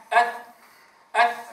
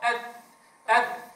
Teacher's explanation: من الأخطاء التي تقع في هذا الحرف إخراج طرف اللسان عند نطقه زيادة عن الحد المطلوب، فالبعض ينطق هكذا أث أث، وهذا خطأ، والأصل الطرف على الطرف، أث أث، مجرد خروج قليل طرف اللسان مع أطراف الثنايا العليا · Shown in: second take